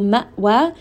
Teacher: we're just going to have a little bit of a jerking sound on the hamza. Hamza is a letter of jahr, meaning that the sound is not going to flow when we stop here.